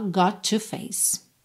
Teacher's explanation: Got com to, junta num T só